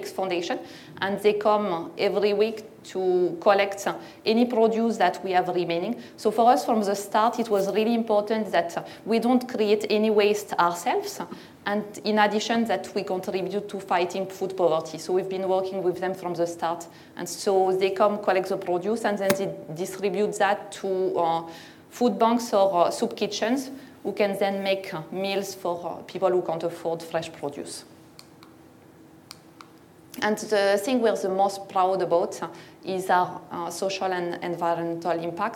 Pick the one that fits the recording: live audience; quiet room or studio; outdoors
live audience